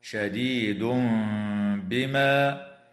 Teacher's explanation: ويقلب ميما مع مراعاة الغنة والإخفاء عند الباء